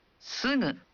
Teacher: Jadi suara G dalam sugu diucapkan dalam bunyi konsonan atau bunyi sengau? Sugu. Bunyi sengau